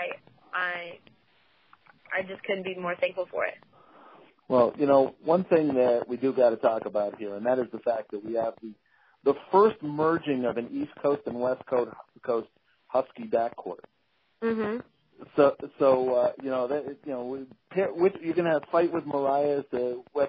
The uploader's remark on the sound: You can hear the voice inflection, the background conversation and anything else to help frame the context of the interview. On the phone with Dishin & Swishin.